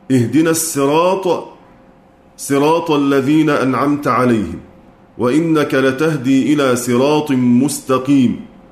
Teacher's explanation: قنبل يقرأ هذا اللفظ في القرآن كله بالسين الخالصة